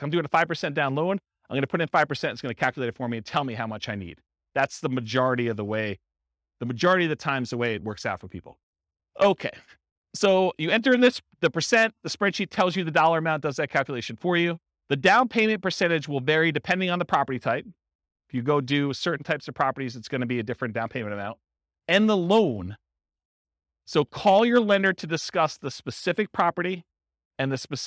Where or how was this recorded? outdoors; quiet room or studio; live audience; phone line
live audience